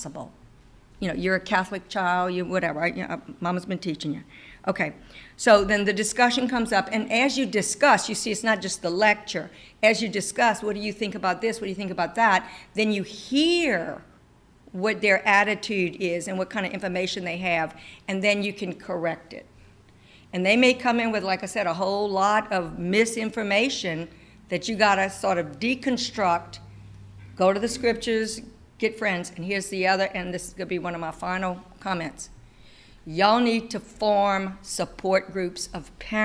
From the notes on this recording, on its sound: This presentation that was recorded live for parents of CCD students at St. Edmond's Church in Lafayette, LA.